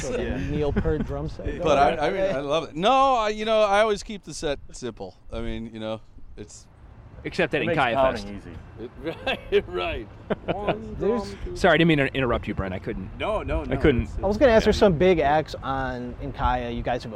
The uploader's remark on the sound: Live at The Cleveland Sessions